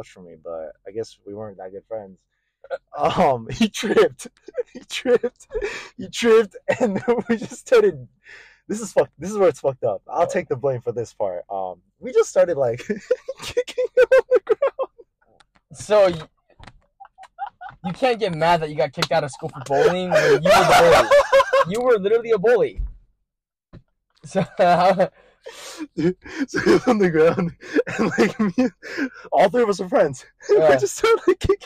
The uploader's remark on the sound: We do apologize for the poor audio quality of this episode